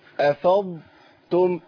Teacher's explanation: لو قلت افضتم يبقى انا ادغمت الضاد في التاء ادغاما كاملا، لازم ابين رخاوه الضاد